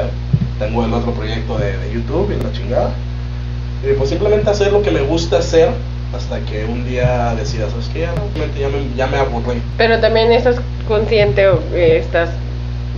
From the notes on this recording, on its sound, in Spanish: Sabemos que el audio es malo, estamos trabajando para solucionar eso lo mas pronto posible y también para dejar de golpear la mesa en cada frase que decimos